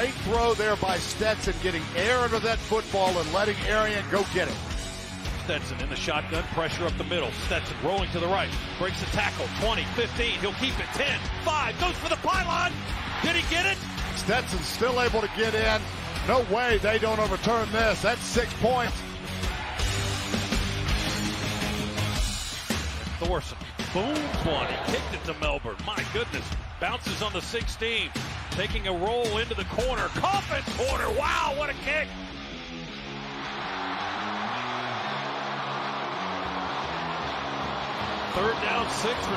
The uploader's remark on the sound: Fall Line Brewery remote broadcast.